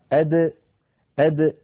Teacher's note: ننتقل إلى حرف ثان من حروف الهجاء وهو حرف الدال. الدال يا إخوتي تخرج من طرف اللسان مع ما يحازيه من الحنك الأعلى